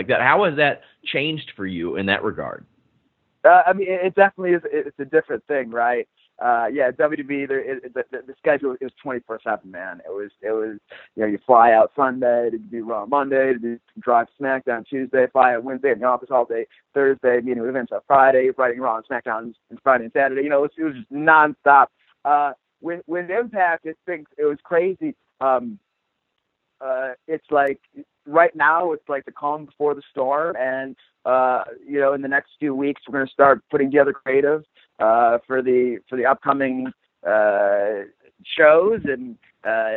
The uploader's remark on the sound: the full audio from today's Impact Wrestling teleconference